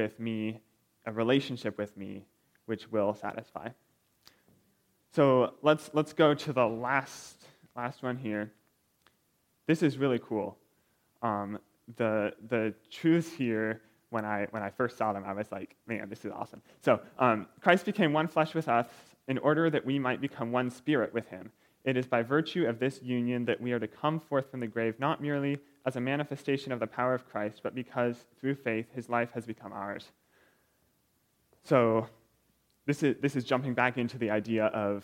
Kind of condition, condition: setting, large echoing room